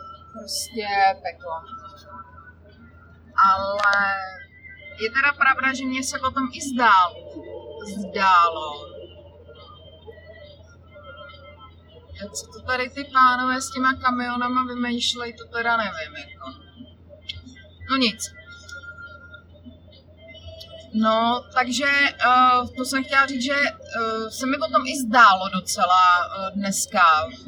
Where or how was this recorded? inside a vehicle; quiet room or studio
inside a vehicle